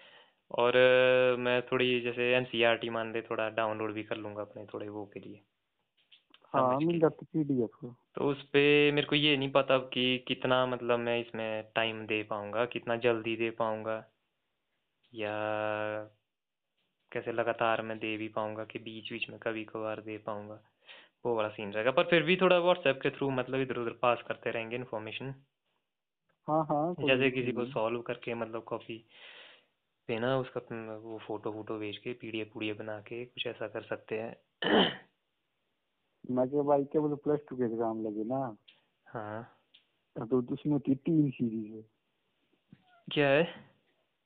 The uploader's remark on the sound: A phone call talk